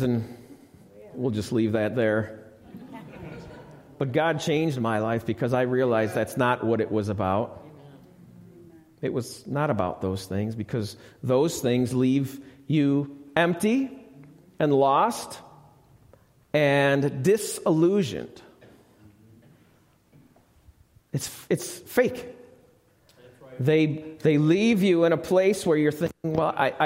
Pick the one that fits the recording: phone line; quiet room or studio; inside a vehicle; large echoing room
large echoing room